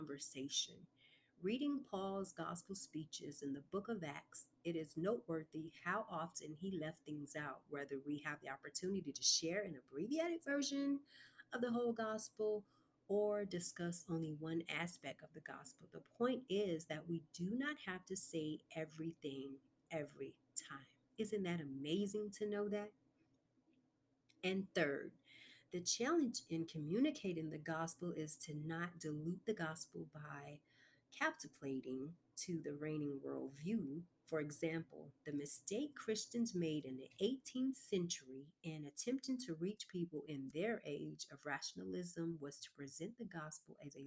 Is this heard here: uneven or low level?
yes